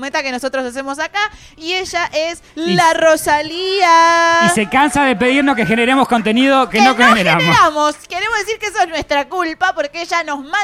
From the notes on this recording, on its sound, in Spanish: te mostramos como fue el festejo de nuestro aniversario con muchos invitados en vivo